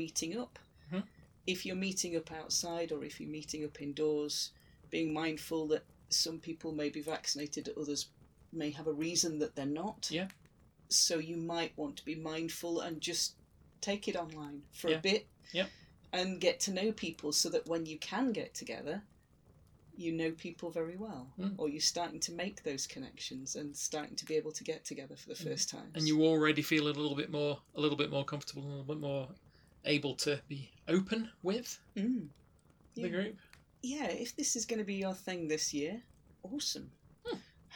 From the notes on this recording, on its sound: Background fire ambience